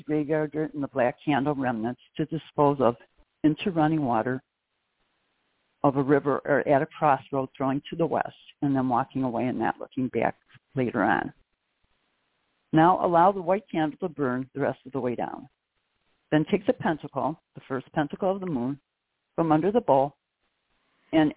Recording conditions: phone line